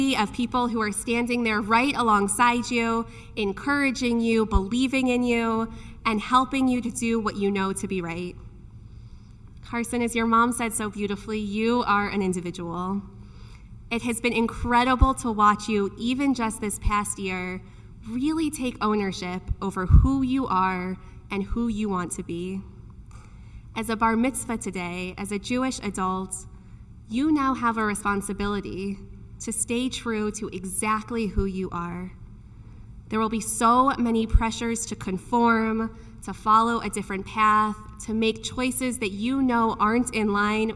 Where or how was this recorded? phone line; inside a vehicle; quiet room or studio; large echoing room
large echoing room